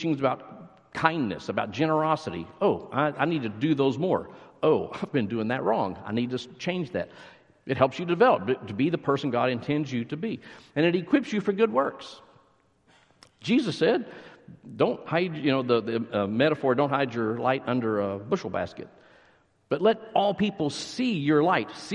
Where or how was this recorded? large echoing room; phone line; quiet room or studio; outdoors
large echoing room